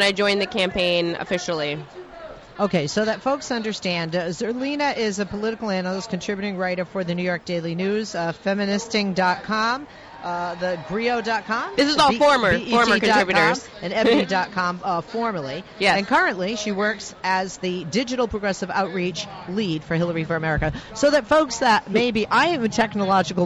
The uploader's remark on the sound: LIVE At DNC. Live from the DNC in Philadelphia.